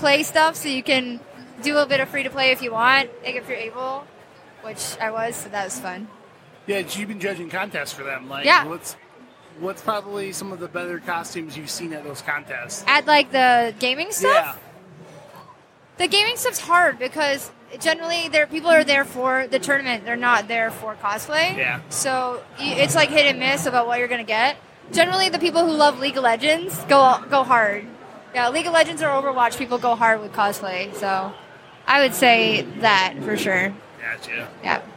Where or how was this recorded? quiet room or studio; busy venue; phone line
busy venue